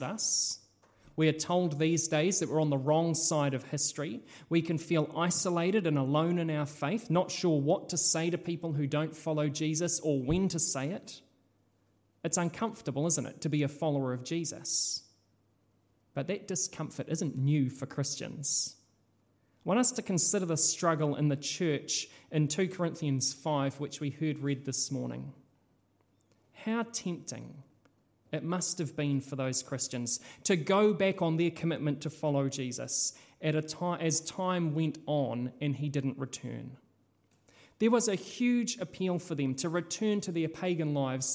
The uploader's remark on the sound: This sermon was originally preached at Holy Trinity in Richmond.